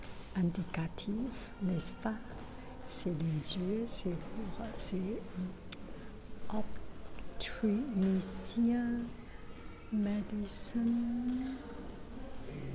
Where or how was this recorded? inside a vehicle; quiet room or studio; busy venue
busy venue